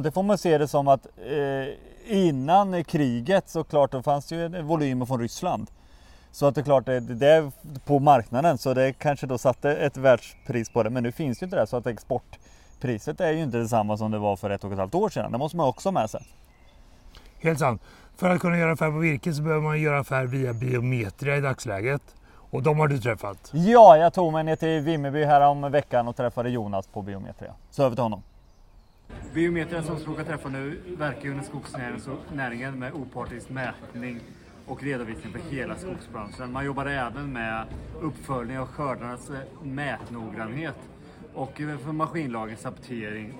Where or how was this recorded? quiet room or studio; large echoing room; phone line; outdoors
outdoors